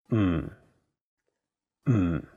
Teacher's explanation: It sounds a bit like when someone is thinking about a plan and they say, hmm. Notice that there is no vowel in the syllable, so you have to really stress the mm sound.